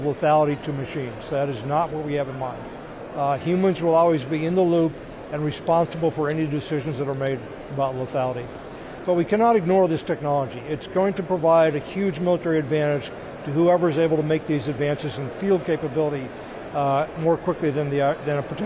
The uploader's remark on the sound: from the floor of the Air Force Association’s annual Air, Space, Cyber conference